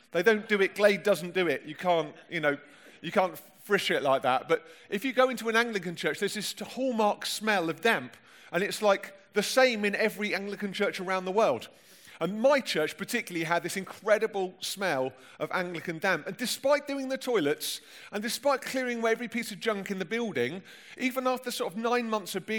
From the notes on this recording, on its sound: Recorded at the 2018 Newday Youth Worker's Weekend